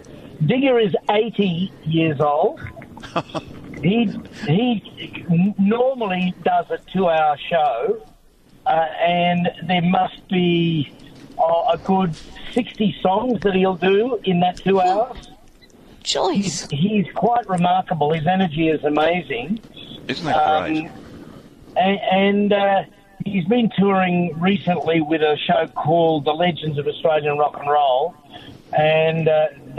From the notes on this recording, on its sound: A special guest called in on 3AW Nights!